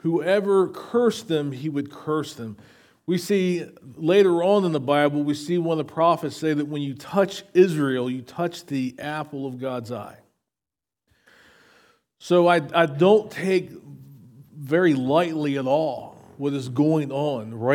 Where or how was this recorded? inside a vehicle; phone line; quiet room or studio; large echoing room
large echoing room